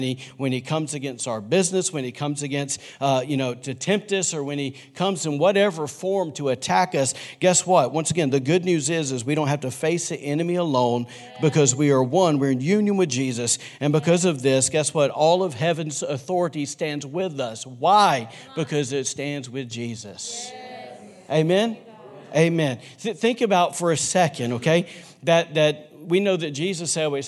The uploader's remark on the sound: recorded on Sunday, February 23, 2020, during service at The Anchor Church in Rockport, Maine